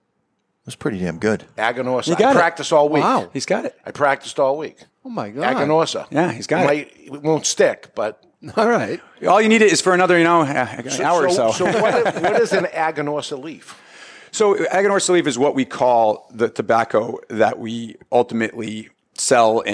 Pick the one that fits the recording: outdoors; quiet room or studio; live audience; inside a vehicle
live audience